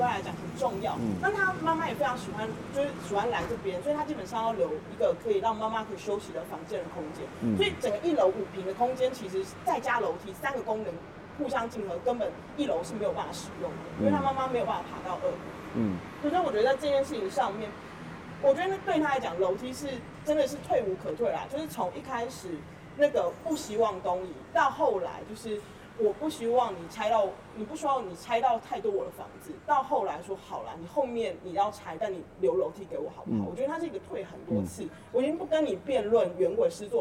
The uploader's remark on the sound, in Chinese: 本集節目因於鐵軌旁錄製，環境音會比以往節目大，請聽眾朋友諒解。